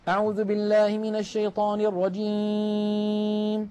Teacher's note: نلاحظ بأن الصوت قسم كبير منه قد خرج عن طريق الأنف، هذا لحن وخطأ، لا يستعمل الخيشوم ولا تخرج منه غنة إلا مع الميم والنون ولا ثالث.